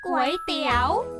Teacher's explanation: คำว่าก๋วยจะต้องออกเสียงจัตวาไม่ใช่เสียงตรี